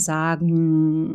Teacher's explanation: Und wenn du zum Beispiel sagen sagst, dann sage ich in diesem Fall ein NG. Also hinten gibt es einen Verschluss am Gaumensegel.